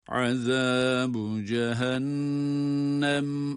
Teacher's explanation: Eğer duruyorsak burada azabu cehennem. Cehennem hem nunu gunnesiyle tutarak okuyoruz.